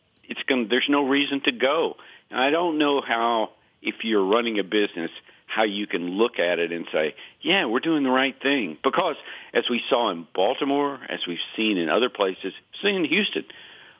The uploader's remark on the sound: phones